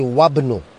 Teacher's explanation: Wabnu, now here I don't say Wa Ibnu, I say Wabnu. I don't pronounce the Hamza. · Term: Hamzatul Wasal